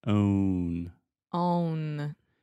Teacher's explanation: So when you are making the N sound, your mouth is already in the oo position. · Term: moving vowel